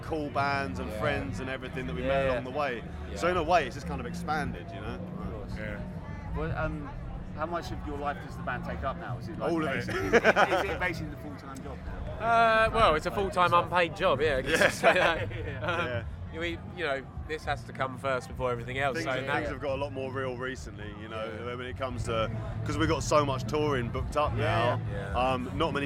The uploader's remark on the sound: Our interviews from 2000 Trees Festival. Listen out for a cameo from a couple of fans.